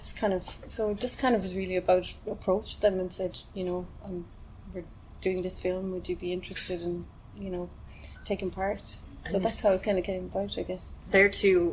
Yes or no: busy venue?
yes